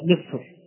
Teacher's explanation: الراء فيها مفخمة مع أنها ساكنة